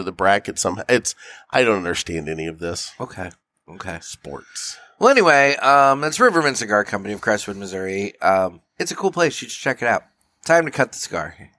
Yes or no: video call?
no